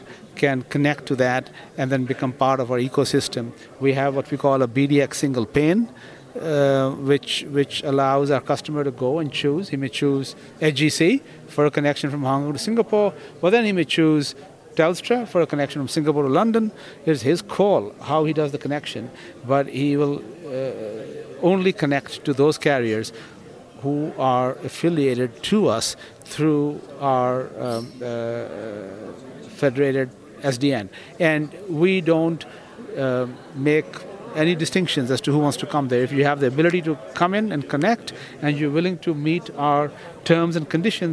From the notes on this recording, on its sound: Live from PTC'20